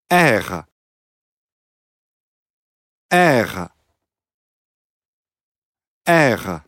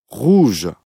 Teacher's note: Ji tariama panašiai kaip vokiečių kalboje – ryklėje, tačiau stengiantis nevirpinti liežuvio galiuko.